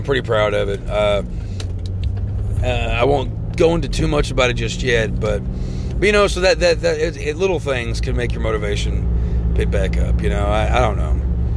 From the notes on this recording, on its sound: This episode has me talking while running around town doing errands.